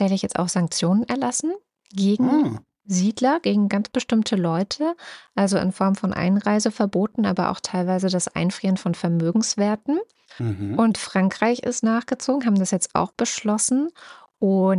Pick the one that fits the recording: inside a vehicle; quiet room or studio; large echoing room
quiet room or studio